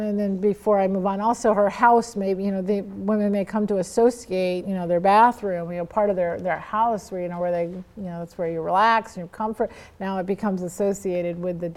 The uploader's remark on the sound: talk was part of the Mother & Child Conference at Franciscan University of Steubenville